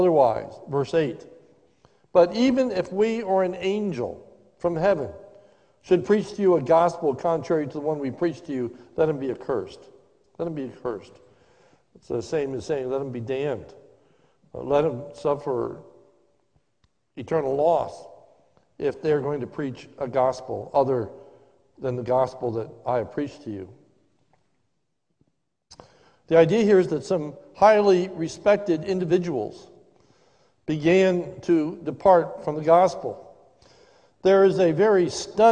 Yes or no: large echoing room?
yes